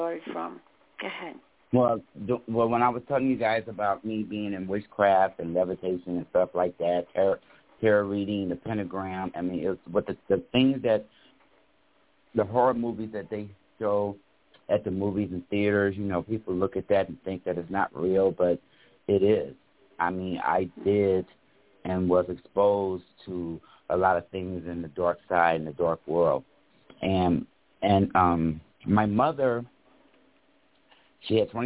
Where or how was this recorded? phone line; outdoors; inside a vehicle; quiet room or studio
phone line